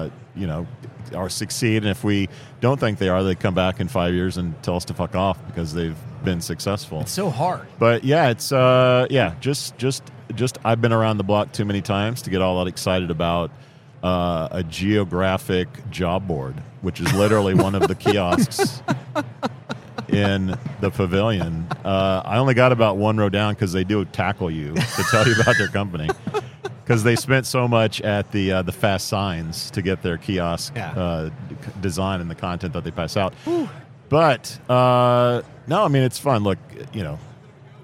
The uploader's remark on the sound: Live at the HR tech 2022 conference